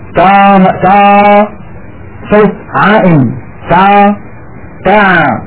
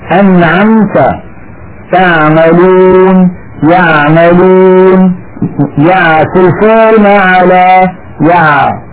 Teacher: نسمع بعض الاخوه يقول مثلا تعملون تا صوت عائم تا تاع، فالعين الفصيحة أعمق إلى تحت أكثر. · Shown in: second take · أنعمت تعملون يعملون يعتلفون على يع، عميقة أكثر من العين التي نعتاد في العاميات على الإتيان بها.